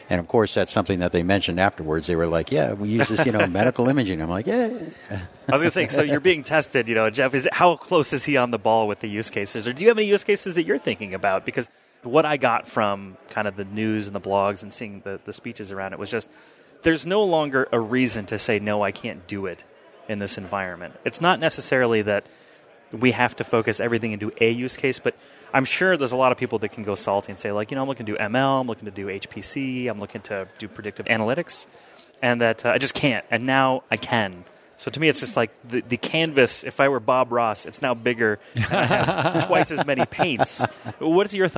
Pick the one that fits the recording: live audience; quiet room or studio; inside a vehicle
live audience